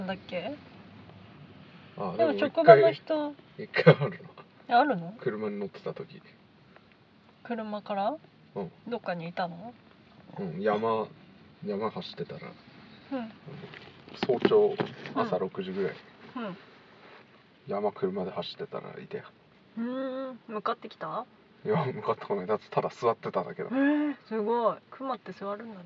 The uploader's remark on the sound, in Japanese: 車内での録音です、途中雨音がします。